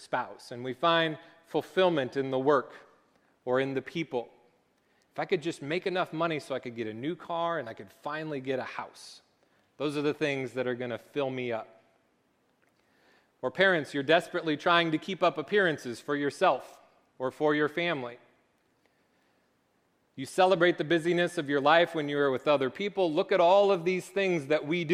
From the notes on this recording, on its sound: Location: Faith Christian Reformed Church (New Brighton, MN)